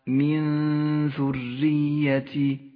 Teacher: إخفاء النون الساكنة بحرف الذال مع بقاء غنة للنون بمقدار حركتين من غير تشديد